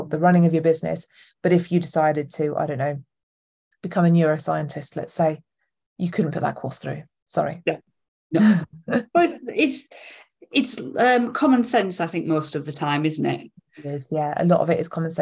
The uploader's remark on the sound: This episode was originally recorded as a live session inside my free Facebook community on 10th August 2023.